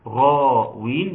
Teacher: نلاحظ إن إحنا في أعلى درجات التفخيم لأنه أتى حرف مفخم وبعده ألف